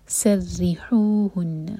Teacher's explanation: رو پر شدہ اور کسرہ تو رو باریک ہوگا